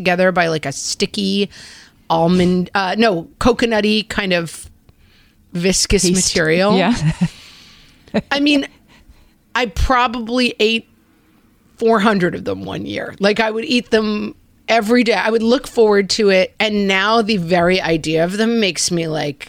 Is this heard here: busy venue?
no